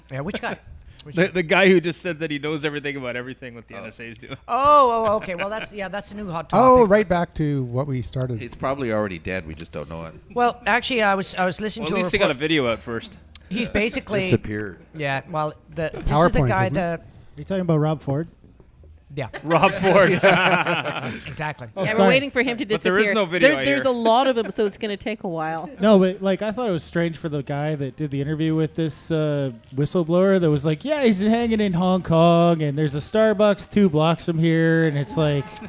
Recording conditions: live audience